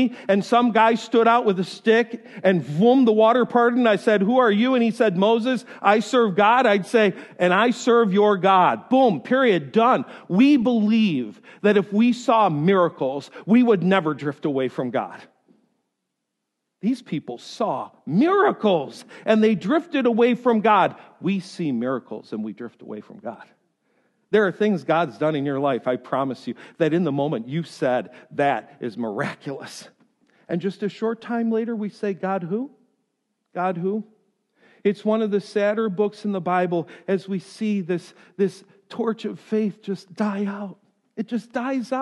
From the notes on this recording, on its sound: This lesson was delivered during the first service on Sunday, January 13.